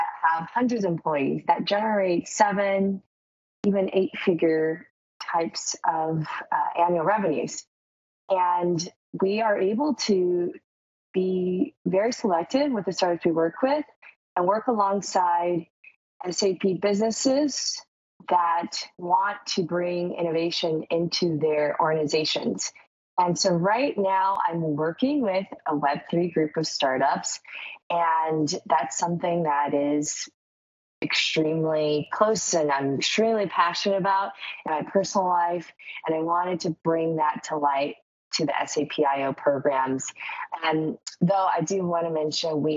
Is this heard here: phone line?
no